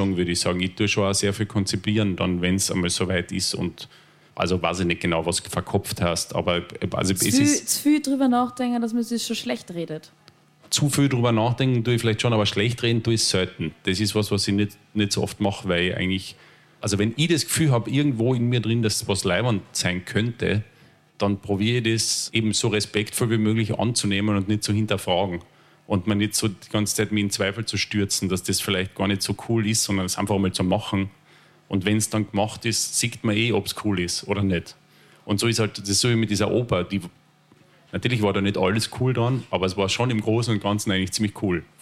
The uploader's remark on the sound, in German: Vor Publikum ein Gespräch im Wiener Badeschiff geführt.